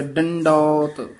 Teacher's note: ਡੰਡੋਤ ਪੋਲਾ ਨੀ ਬੋਲਣਾ, ਉੱਤੇ ਟਿੱਪੀ ਲੱਗੀ ਹੋਈ ਹੈ, ਡੰਡੋਤ। ਡੰਡੋਤ ਬੰਧਨ ਅਨੇਕ ਵਾਰ, ਸਰਬ ਕਲਾ ਸਮਰੱਥ ਡੋਲਨ ਤੇ ਰੱਖ ਹੋ ਪ੍ਰਭੂ।